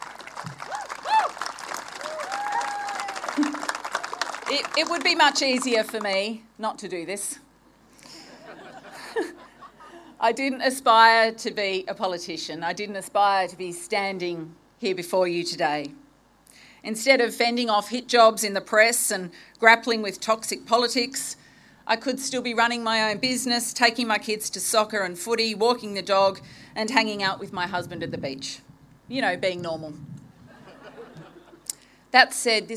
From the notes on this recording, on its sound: Live Campaign Launch Speech Recording. This recording took place on April 10th, 2022, with an audience of 1200 community members.